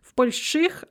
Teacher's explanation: В больших, and it's going to be pronounced more like an ы because sh is always hard.